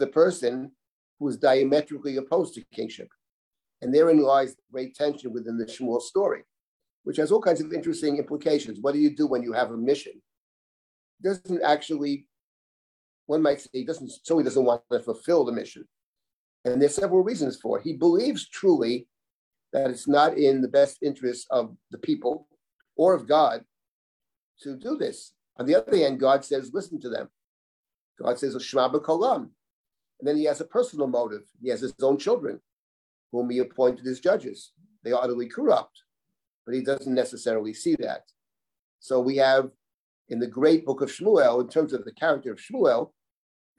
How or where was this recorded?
video call